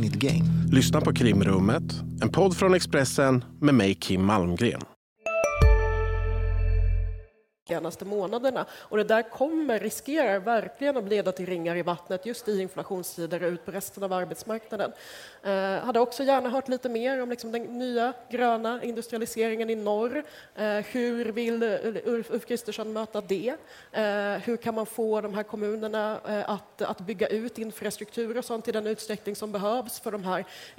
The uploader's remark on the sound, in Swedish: Livepodd från Almedalen